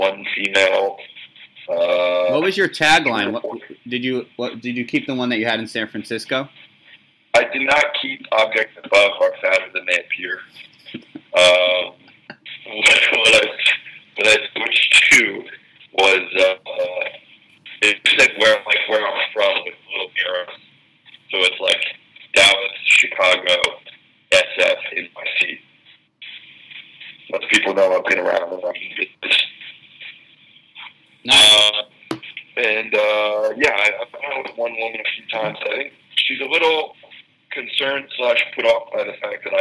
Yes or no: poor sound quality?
yes